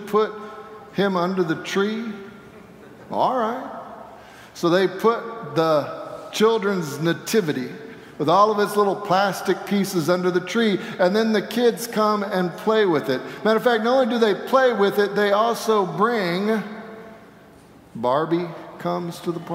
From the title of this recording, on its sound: Sanctuary Service